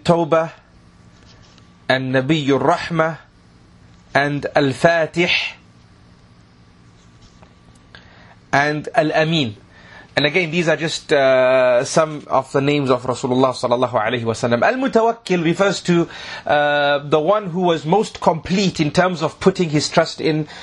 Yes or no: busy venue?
no